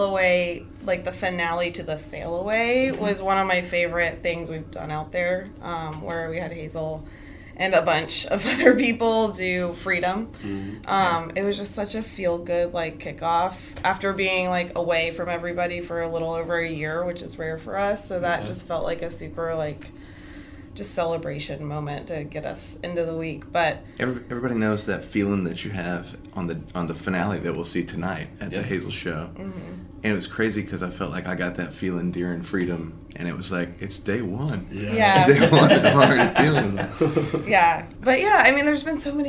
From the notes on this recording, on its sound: Live from TRB XXII